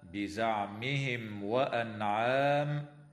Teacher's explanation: وتظهر الميم الساكنة عند الواو في قوله تعالى بزعمهم وأنعام ويسمى إظهارا شفويا